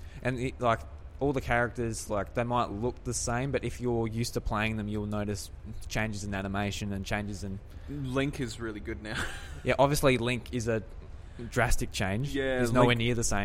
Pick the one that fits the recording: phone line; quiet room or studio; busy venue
busy venue